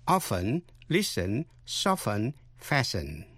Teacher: Những chữ sau đây âm T câm